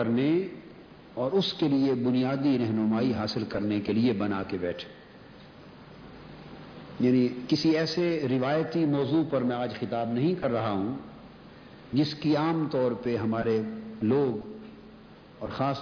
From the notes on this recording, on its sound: A Speech delivered at Jamy Masjid Razay Mustafa